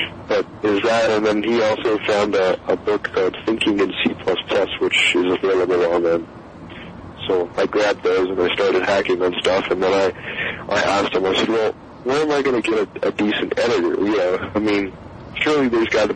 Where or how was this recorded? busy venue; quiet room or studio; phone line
phone line